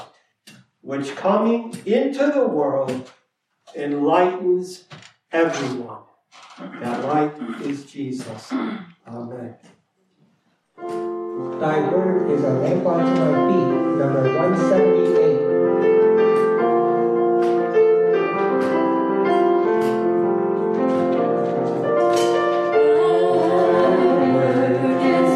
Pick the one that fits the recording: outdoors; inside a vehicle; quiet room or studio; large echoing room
large echoing room